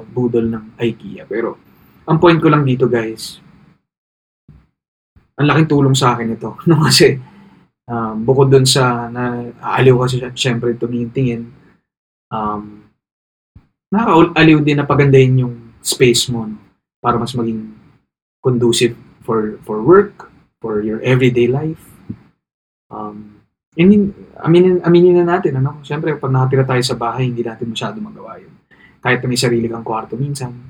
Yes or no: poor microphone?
yes